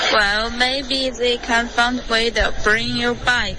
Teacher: they 舌尖要碰上齿，不能发 z 的音